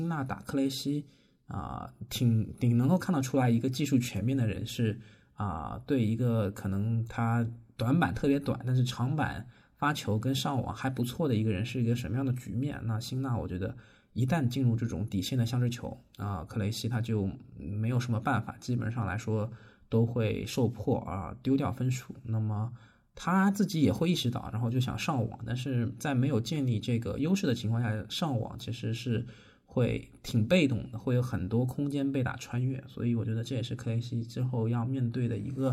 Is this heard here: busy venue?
no